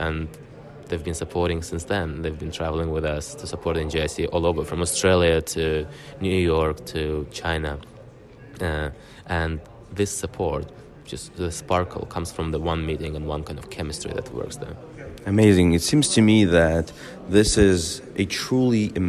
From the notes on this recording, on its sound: Today we are coming to you from Baku, Azerbaijan, with the first of the two special episodes recorded during the 7th Global Baku Forum.